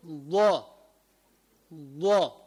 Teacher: حافة لسانك تذهب إلى ناحية الأضراس من جهة الشمال · Term: الضاد